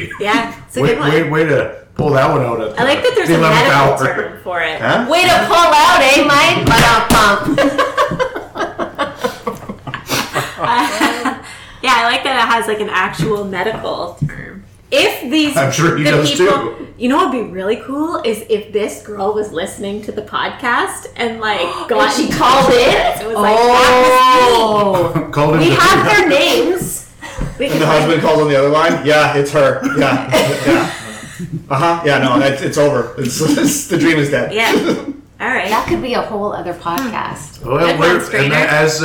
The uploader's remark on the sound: we tried a new approach to recording this week that i like to call the 3,2,1 Recording (3 guests, 2 hosts and 1 mic) so yes we are aware at times it may not be the best